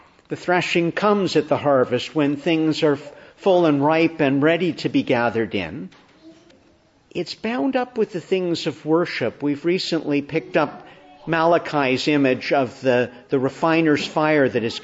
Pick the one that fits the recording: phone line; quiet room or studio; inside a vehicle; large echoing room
large echoing room